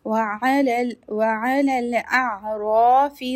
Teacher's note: ra will be heavy and two haraka long because of alif maddiya